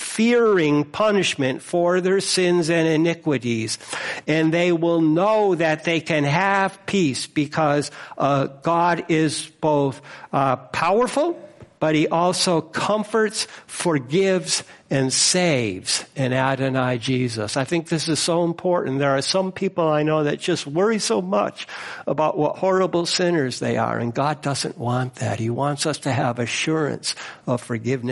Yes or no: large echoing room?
yes